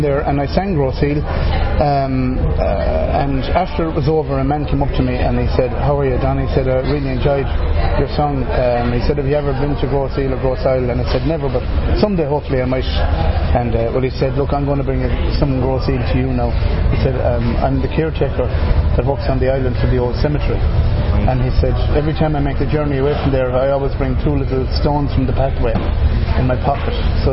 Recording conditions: busy venue